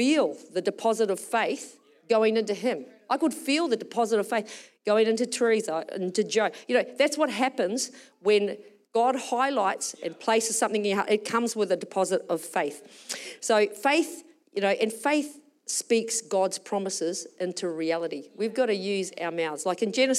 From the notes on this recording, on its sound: Recorded during our Melbourne East service on Sunday, the 18th of February 2024